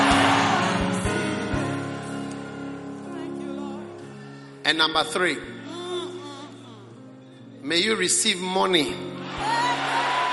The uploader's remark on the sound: Preached at the Prophetic Encounter Service.